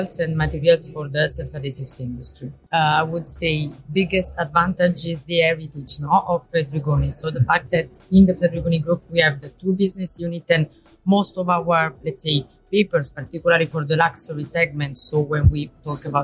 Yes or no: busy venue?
yes